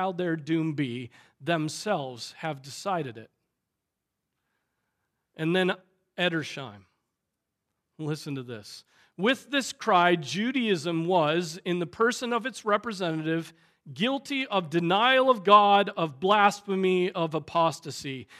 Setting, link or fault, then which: setting, large echoing room